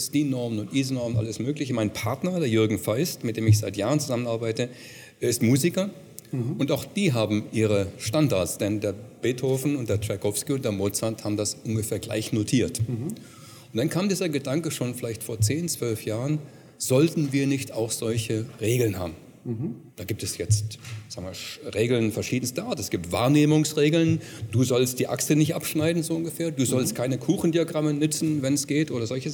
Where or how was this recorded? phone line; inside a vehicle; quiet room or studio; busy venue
busy venue